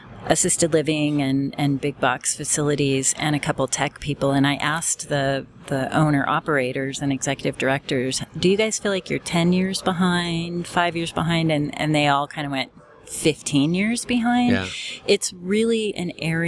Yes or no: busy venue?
yes